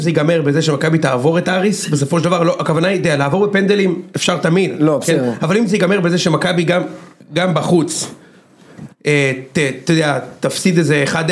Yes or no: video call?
no